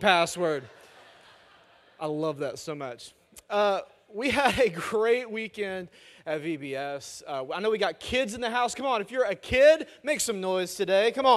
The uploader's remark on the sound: Message audio from our weekend services.